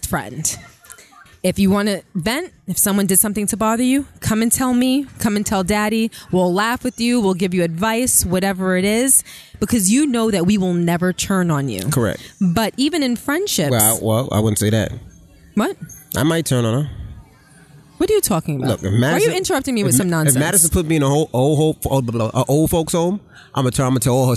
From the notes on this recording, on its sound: Live From The FontaineBleau